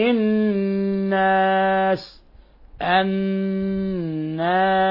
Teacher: إلصاق طرف اللسان في أصول الثنايا العليا مع غنة من الخشوم · Term: حرف غنة مشدد